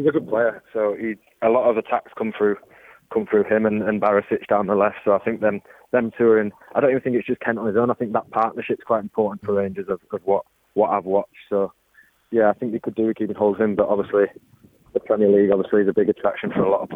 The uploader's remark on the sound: join the team on the phone